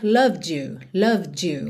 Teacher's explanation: Você também poderia dizer loved you, mantendo mais D mesmo. Mas por conta do formato desse Y, you, you, é bem comum esse D virar meio que um DJ.